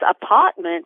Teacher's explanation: pronouncing apartment as apartment without the R is going to be considered low class